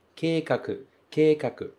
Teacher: Se escreve kei, mas se pronuncia ke.